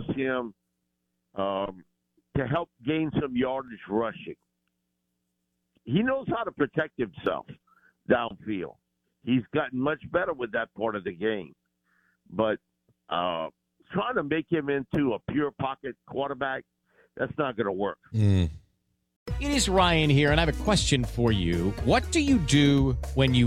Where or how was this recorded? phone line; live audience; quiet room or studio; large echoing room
phone line